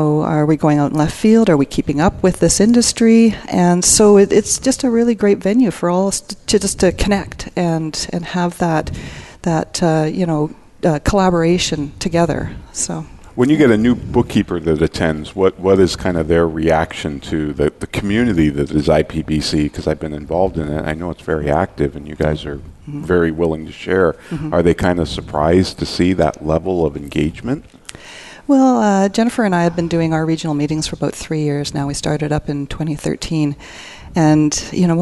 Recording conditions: busy venue